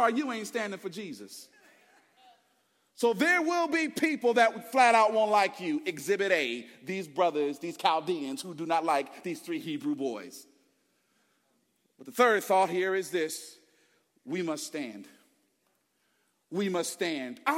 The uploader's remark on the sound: Preached Sunday January 21, 2024 at Woodside Bible Church, Pontiac Campus